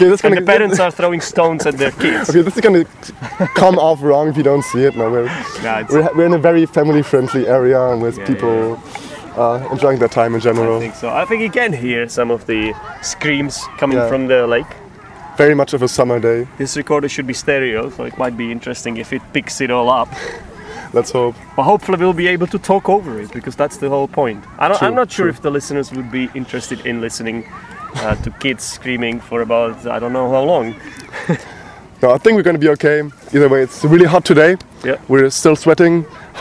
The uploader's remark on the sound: recorded at a lake in Podebrady